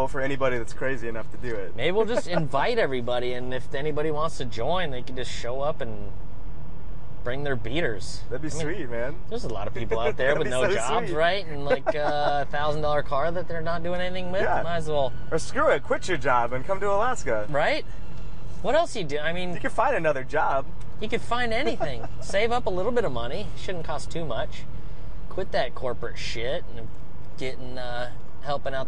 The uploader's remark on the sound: Live from the #MillionMileLexus at Super Lap Battle